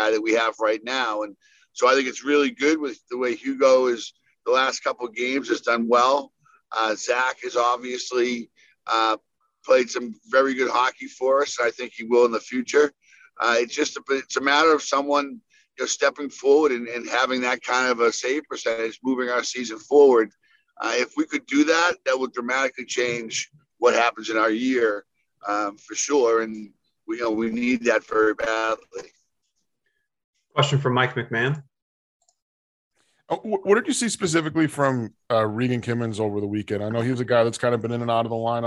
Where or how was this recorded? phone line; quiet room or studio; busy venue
phone line